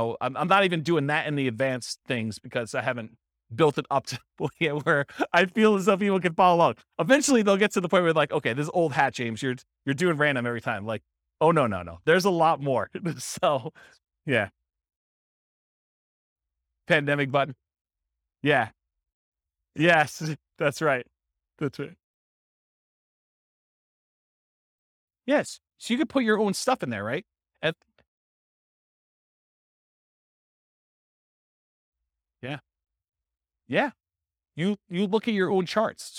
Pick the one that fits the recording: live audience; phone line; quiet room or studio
live audience